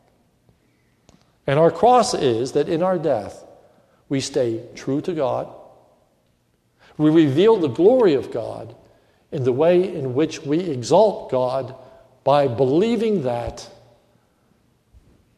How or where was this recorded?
large echoing room